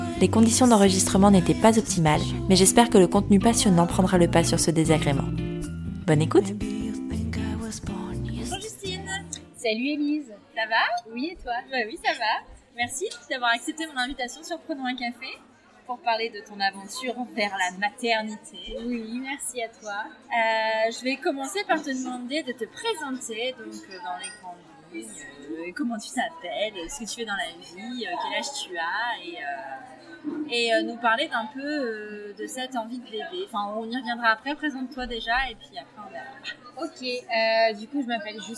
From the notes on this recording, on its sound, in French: Petit mea culpa pour la qualité du son de cet épisode, qui n’est vraiment pas terrible. Les conditions d’enregistrement n’étaient pas optimales.